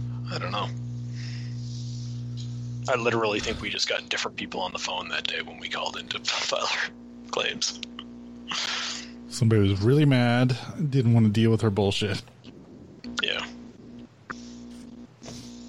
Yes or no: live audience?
no